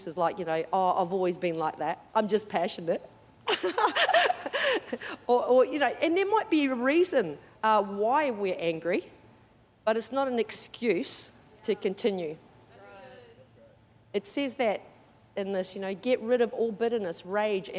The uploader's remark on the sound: Recorded during our 9am service on Sunday, the 13th of August 2023.